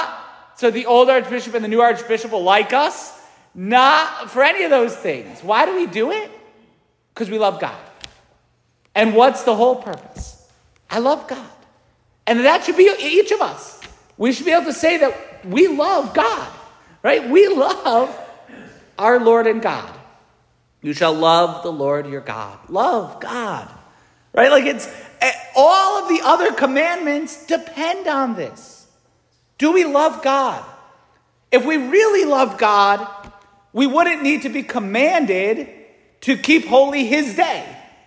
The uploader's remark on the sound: St Francis Catholic parish homily